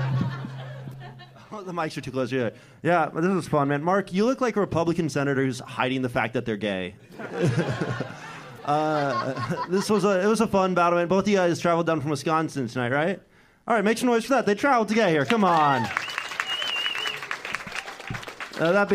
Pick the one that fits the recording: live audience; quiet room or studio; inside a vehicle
live audience